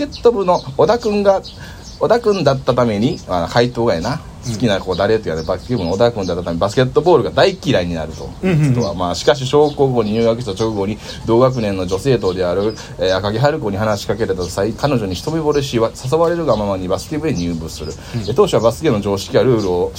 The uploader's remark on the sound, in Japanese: 今回のアカイダダリオは天王寺公園からロケ録音をしております。